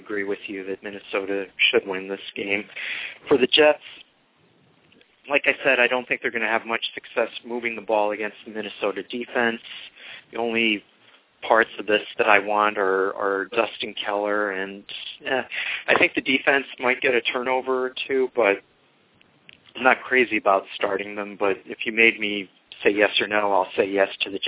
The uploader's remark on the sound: fan interaction via phone